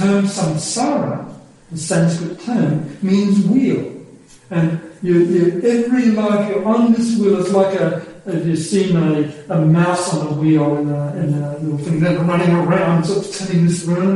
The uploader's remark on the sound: Unfortunately the sound quality of this talk is poor.